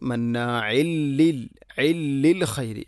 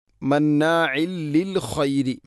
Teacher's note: അപ്പോൾ തൻവീനിനെ ലാമിലേക്ക് ഇദ്ഗാം ചെയ്യണം മണിക്കാതെ. അപ്പോൾ വായിക്കേണ്ടത് മന്നാഇൽ ലിൽ ഇല്ലിൽ ഖൈരി. · Term: ഇദ്ഗാം ബിലാ ഗുന